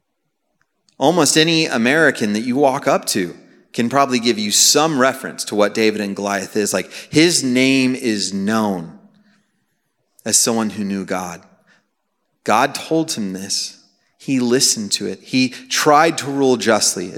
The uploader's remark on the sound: Message preached on May 11, 2023 at a Thursday Night Gathering of Coram Deo College Ministry.